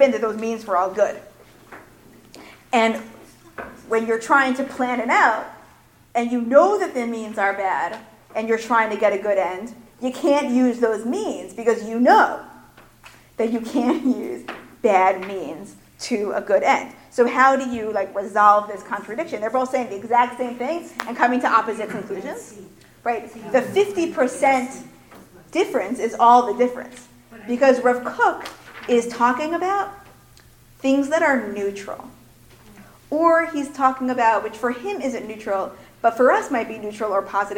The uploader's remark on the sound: Recorded at the 2017 Executive Seminar.